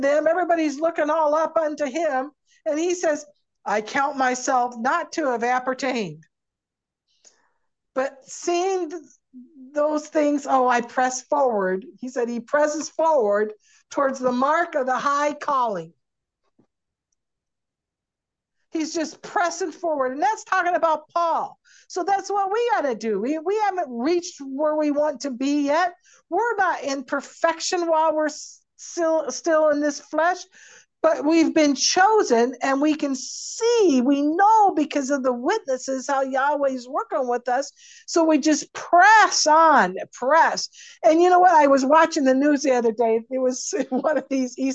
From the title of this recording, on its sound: Syracuse Zoom Class